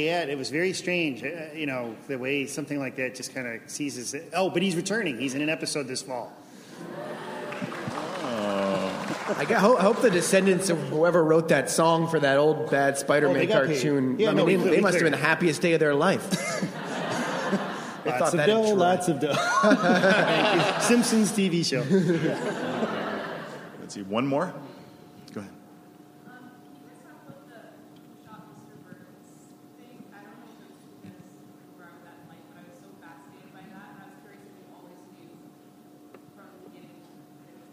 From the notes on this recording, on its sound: The Simpsons from ATX Television Festival. Recorded June 6, 2015 at ATX.